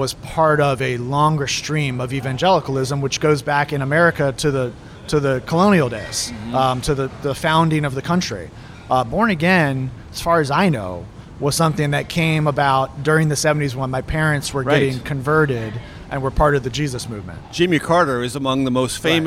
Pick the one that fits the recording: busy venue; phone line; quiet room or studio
busy venue